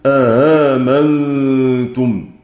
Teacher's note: سكت عنهم الإمام الشاطبي سكت عن البعض فيقرؤون بتسهيل الهمزة الثانية، وهم نافع والبزي وأبو عمرو وابن عامر يقرؤون بتسهيل الهمزة الثانية